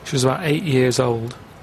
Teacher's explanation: he doesn't really pronounce the t part, so it's 80